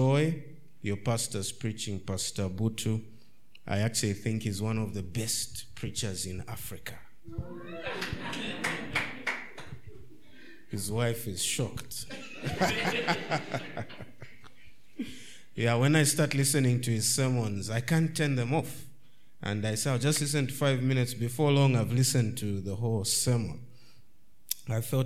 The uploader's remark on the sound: This is the first session from our 2023 Mid-Year Conference.